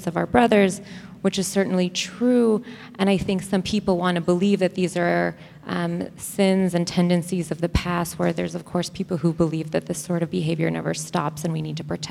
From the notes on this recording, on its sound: Q&A Discussion Circle w/the Imams. Receive questions from the congregation.